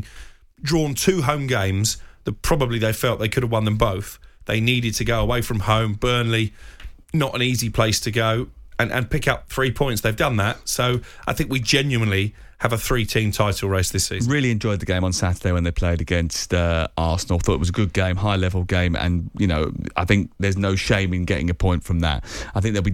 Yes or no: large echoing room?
no